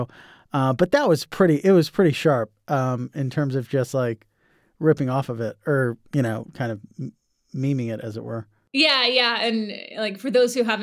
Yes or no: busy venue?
no